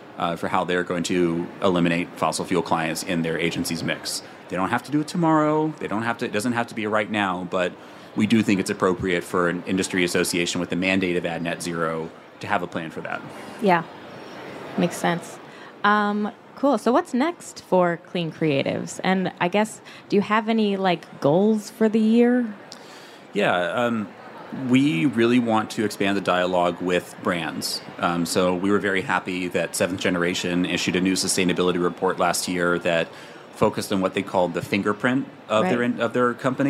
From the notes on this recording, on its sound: Climate Activism at SXSW. Recorded live on stage during the festival this March.